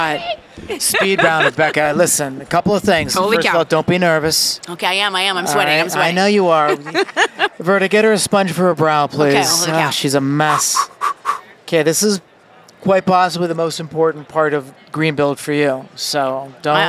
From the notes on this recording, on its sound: LIVE from Greenbuild 2022